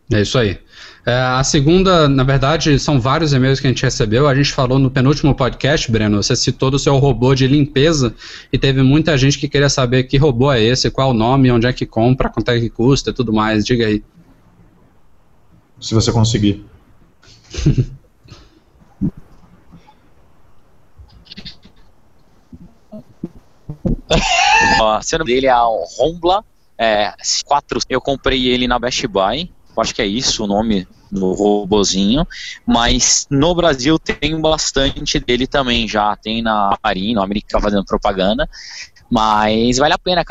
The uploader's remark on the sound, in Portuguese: gravamos o 91º episódio do nosso podcast ao vivo, via Hangouts On Air.